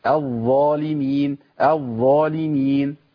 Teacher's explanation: يبقى ما اكون مشدده، اخد بالي من لابد من تمكين للحرفين ونطق الحرفين الساكن والمتحرك، والساكن فيه رخاوه يعني جريان صوت، لازم اجري الصوت